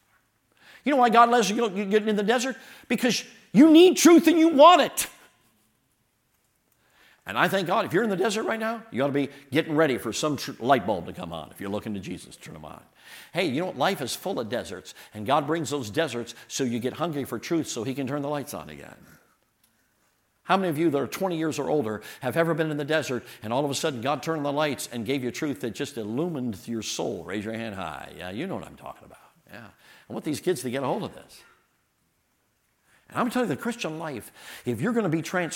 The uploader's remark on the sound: all of the sermons and workshops delivered at the 2023 Thee Generation Youth Summit at Falls Baptist Church in Menomonee Falls, WI this past October 11-13, 2023